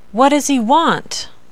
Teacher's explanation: The pitch drops to its lowest point at the end of the sentence. This is called final falling intonation. A slide down.